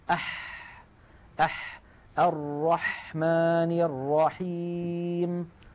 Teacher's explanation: الحرف الثاني الذي من وسط الحلق هو الحاء